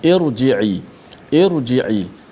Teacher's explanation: maka ra itu dibaca dengan tebal juga walaupun ra tu mati sebelumnya baris bawah